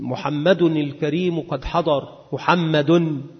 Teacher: وإذا وقفت أنت لا تظهر التنوين، وإنما يظهر التنوين عند الوسط